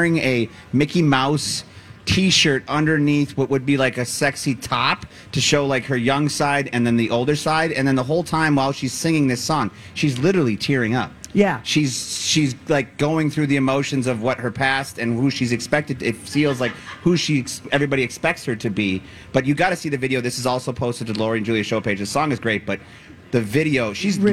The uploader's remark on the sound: Day 2 at the MN State Fair